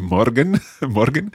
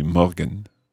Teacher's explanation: I can roll my R's very easily, so I can say morgen, morgen. · Shown in: first take